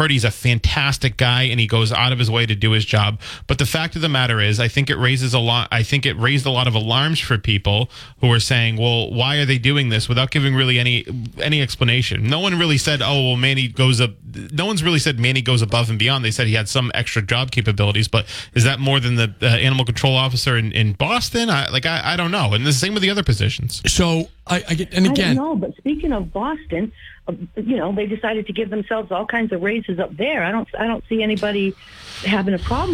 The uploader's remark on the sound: take calls and WBSM app-chat messages from the audience